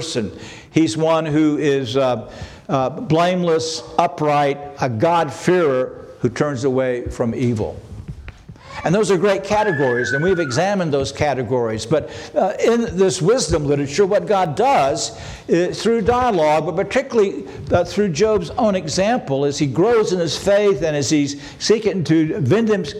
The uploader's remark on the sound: This sermon was preached on October 15, 2023 at Antioch Presbyterian Church. At Antioch Presbyterian Church, a mission work of Calvary Presbytery of the Presbyterian Church in America located in Woodruff, South Carolina.